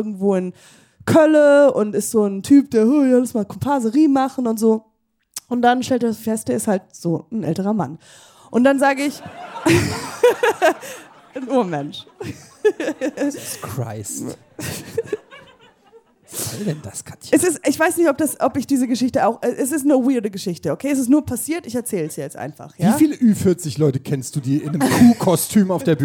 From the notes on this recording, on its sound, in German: Live in Hamburg. Live im Hamburg, der Opening Act des Schmidt Podcast-Festival: Podcast Schmodcast.